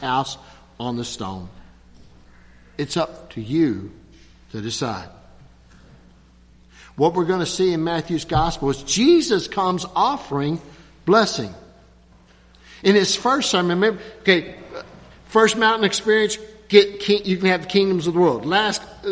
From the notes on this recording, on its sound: at Christ Covenant Presbyterian Church, Lexington, Ky.